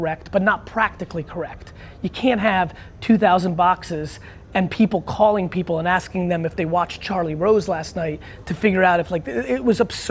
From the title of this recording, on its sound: Keynote & Q&A With Young Creatives at Cannes